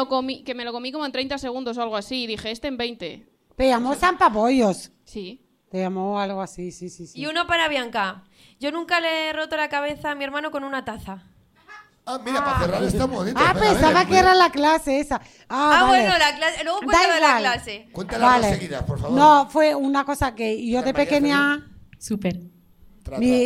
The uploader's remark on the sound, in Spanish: Programa grabado en BEER STATION (Madrid).